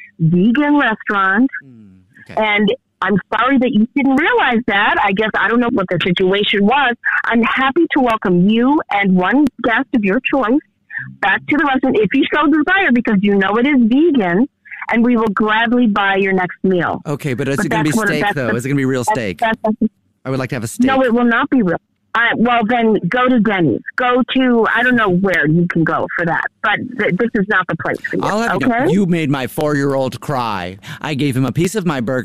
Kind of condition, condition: link, phone line